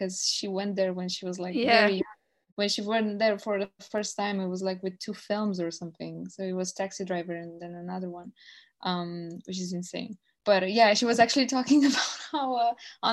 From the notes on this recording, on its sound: This interview was recorded on Zoom therefore apologies in advance for any glitches in the sound quality/editing. Sorry not sorry for the appearance (audibly at least!).